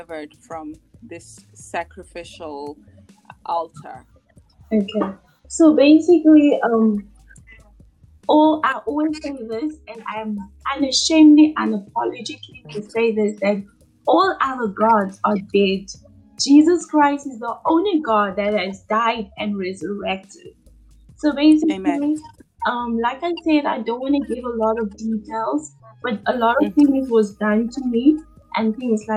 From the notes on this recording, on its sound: We apologize for the quality of this recording but we trust the message is clear.